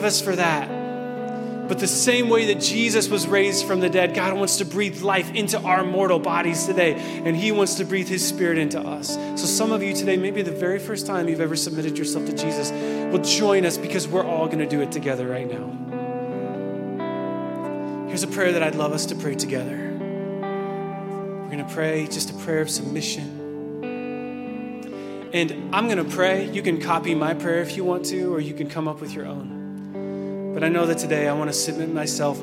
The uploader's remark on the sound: Recorded at Hope Church in Springfield, MO.